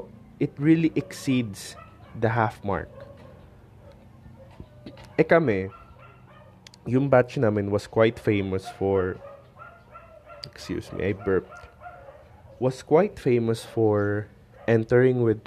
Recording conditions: sounds in the background